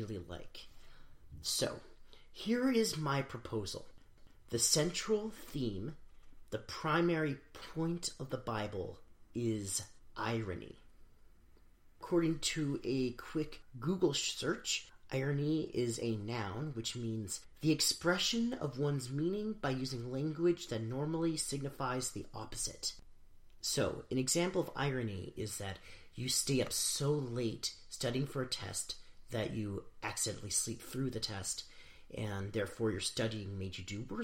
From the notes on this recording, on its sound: If this recording is too quiet, we are sorry!